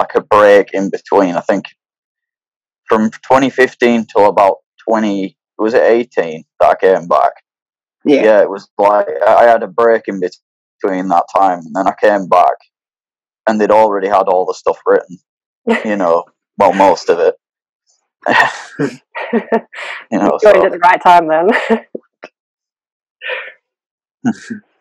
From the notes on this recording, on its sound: Recorded on May 5th 2021 on Zoom…so that explains the shit quality of sound going in and out.